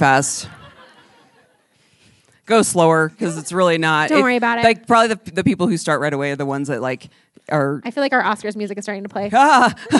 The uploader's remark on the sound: This episode was a blast to record in front of a live audience at The Alamo Drafthouse in Denver.